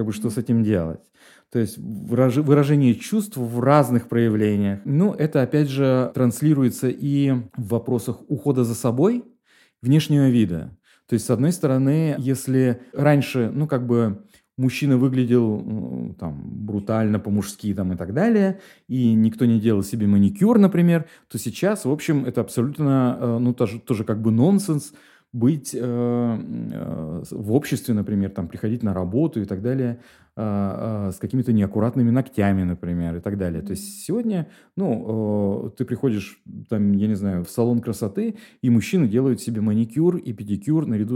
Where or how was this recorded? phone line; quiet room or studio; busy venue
quiet room or studio